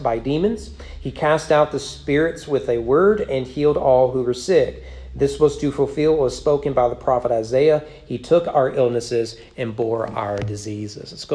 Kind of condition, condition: setting, large echoing room